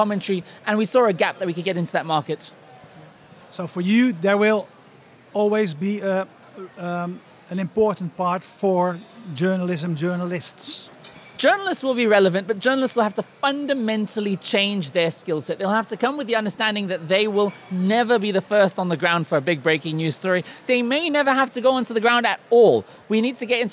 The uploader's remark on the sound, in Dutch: Het interview werd gehouden tijdens de Dutch Media Week als onderdeel van Mobile Movie Days, meer specifiek de MOJO Conference.